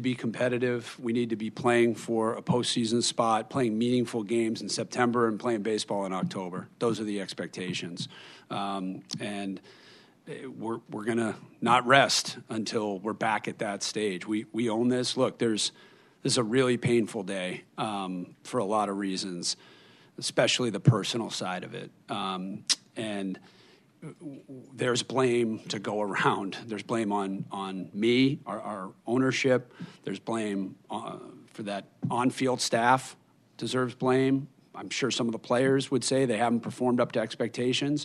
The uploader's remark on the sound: hosted a press conference at Fenway Park, including a Q&A with the local press